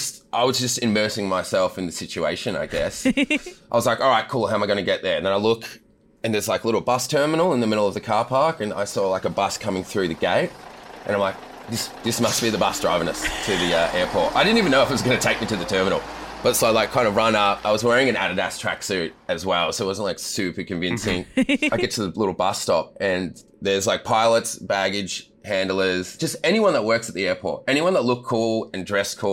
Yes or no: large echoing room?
no